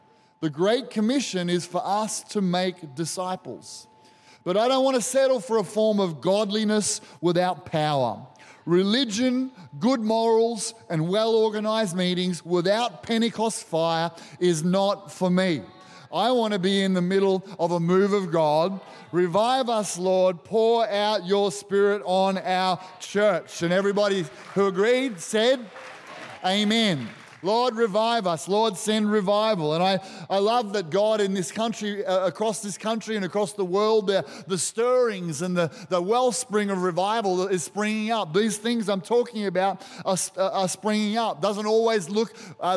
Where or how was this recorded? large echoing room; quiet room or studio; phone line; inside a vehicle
large echoing room